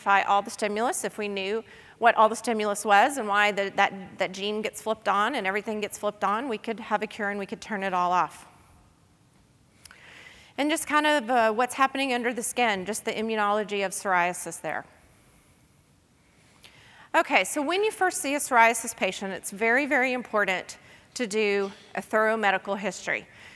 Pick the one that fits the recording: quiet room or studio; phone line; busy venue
busy venue